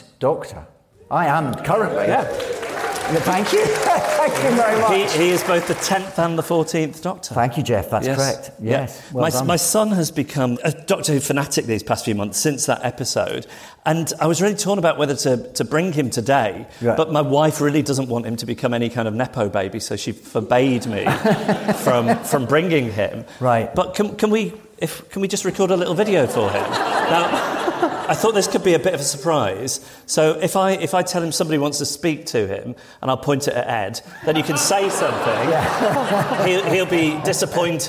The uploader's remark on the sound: Live at the RSC.